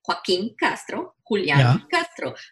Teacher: So well, for anyone who might not know, if there is one, what those accents do in general terms is to define where the stress goes in the word. So Joaquin has been stressed on that kin last syllable. If it did not have an accent, it would mean the stress would be on the first syllable, would be Joaquin, which is a different guy.